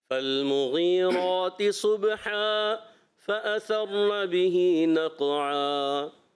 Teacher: اور تھوڑا سا با میں کلکلا واضح کریں